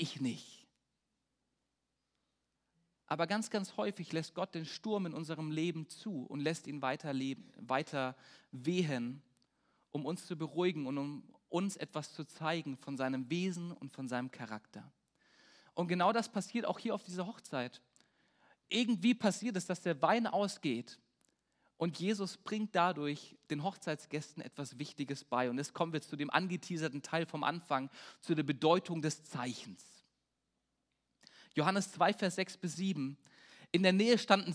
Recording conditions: large echoing room